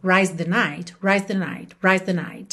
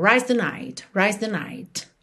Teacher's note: Pensa em rise, rise the night, rise the night, rise the night, ok? Você meio que já aproveita o S com som de Z, que você tá fazendo rise, e já vai com a linguinha ali para a ponta dos dentes da frente.